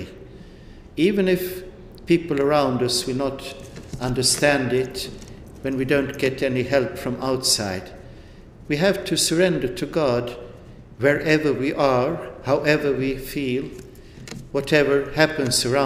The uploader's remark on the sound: delivered this address on March 12, 2018 at the University Club of Chicago